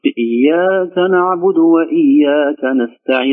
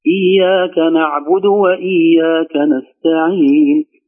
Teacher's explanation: مثلا في قلت إياك نعبد وإياك نستعين، كان إياك الأولى أطول من إياك الثانية · Shown in: first take · قلت إياك نعبد وإياك نستعين، لا خلها كلها إياك نعبد وإياك نستعين.